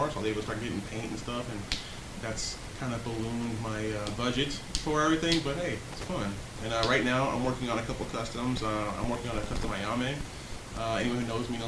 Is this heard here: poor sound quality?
yes